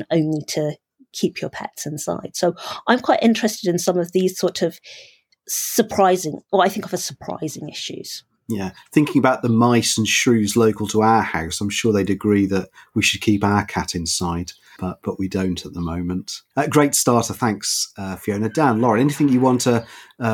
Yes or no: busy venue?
no